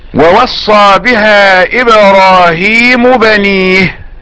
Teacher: الميم في إبراهيم لا تدغم في باء بنيه، فكل هذا إظهار.